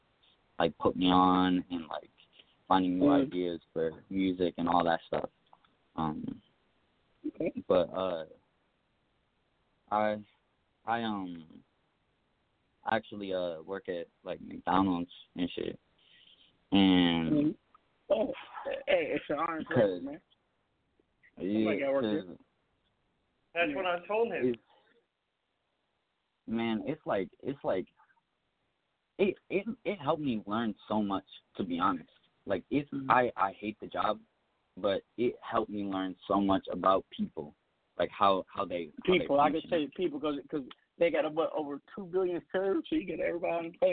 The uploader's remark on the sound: We have invited various people to call